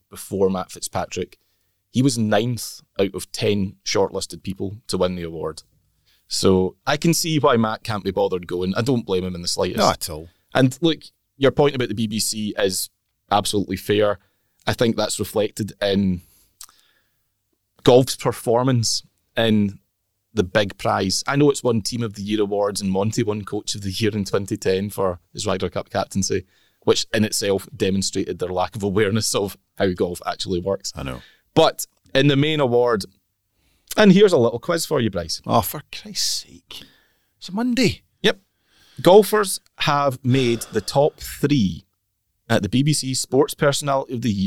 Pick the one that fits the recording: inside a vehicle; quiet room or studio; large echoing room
quiet room or studio